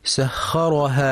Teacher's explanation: ينتبه القارئ في كلمة سخرها لترقيق السين فلا يقرأ بتفخيمها فتنقلب صادا